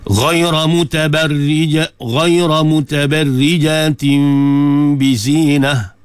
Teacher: Jadi dalam kaedah ulama dhabtul Quran, dia buang tanda bagi tanwin, dia gantikan dengan mim, mengisyaratkan kepada bacaan tadi. Walaupun nun mati, walaupun tanwin, tapi kita sebut macam mim. Ghayra mutabarrijatin bizinah waqaf dengan ha. · Term: iqlab